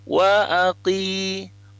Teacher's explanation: sementara qaf kasrah itu dilafazkan tipis